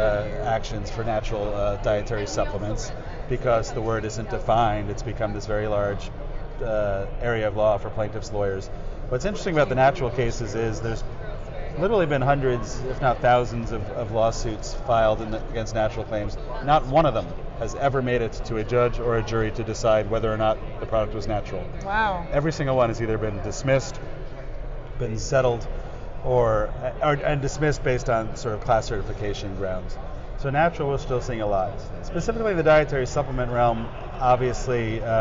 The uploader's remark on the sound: In this podcast, recorded on the expo hall of SupplySide West in Las Vegas in September 2017.